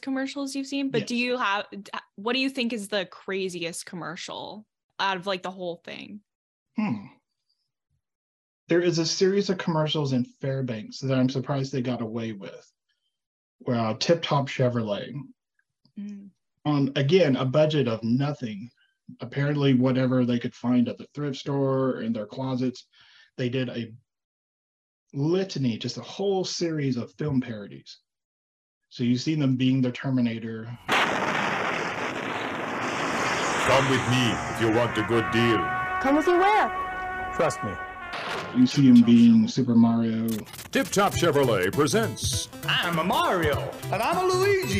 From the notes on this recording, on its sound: Zoom Room. Alaska Teen Media Institute is based in Anchorage, Alaska.